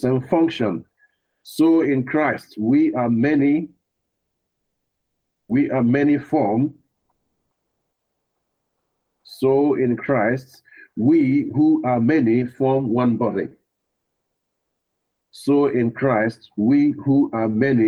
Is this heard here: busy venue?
no